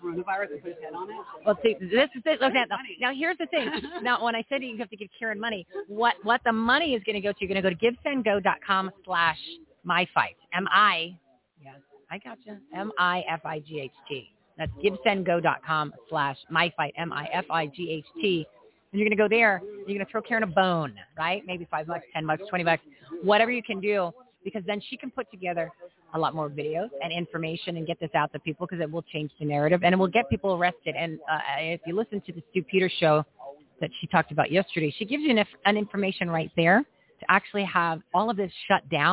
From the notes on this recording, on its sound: LIVE FROM REAWAKEN TOUR IN PHOENIX